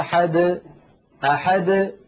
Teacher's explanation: ليس بعد الدال حرف، فالدال وقلقلتها تخرج واضحة جلية · Term: القلقلة